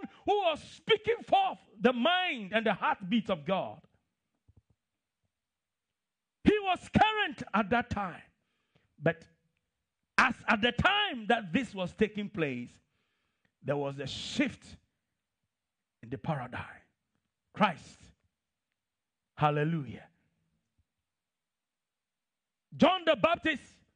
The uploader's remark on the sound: This podcast is a live recording of a Sunday Service